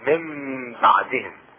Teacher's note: النون الساكنة تحذف ويصبح مكانها ميمة وتقلب ميمة من بعد مع مراعاة الغنة من بعدهم.